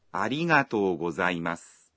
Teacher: When saying arigato, you say the vowel o in to one beat longer.